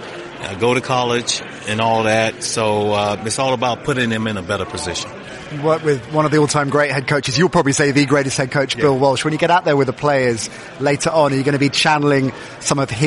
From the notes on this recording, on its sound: live from the opening of the NFL academy gym